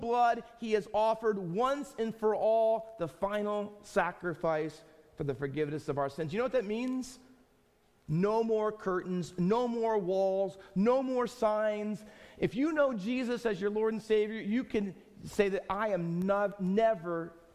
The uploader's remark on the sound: Faith Baptist Church in Hamilton, NJ.